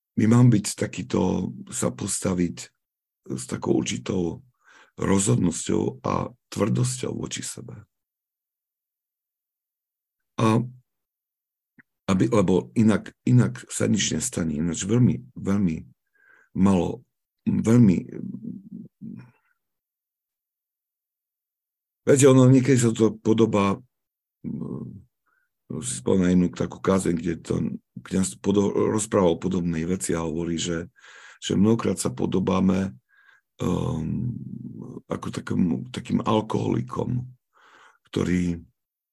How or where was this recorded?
video call